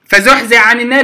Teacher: حرف الحاء يدغم في العين في موضع واحد فقط في القرآن